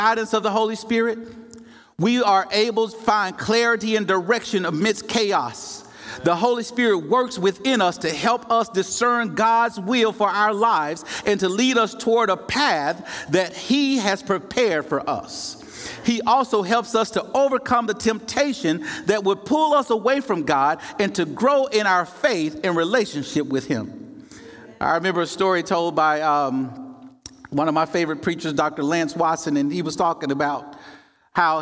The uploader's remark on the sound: In the first presentation from Monday night's main session of the 2023 Propel Conference.